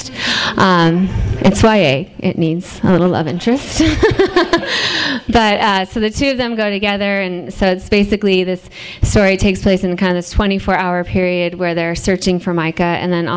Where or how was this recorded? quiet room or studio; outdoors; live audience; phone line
live audience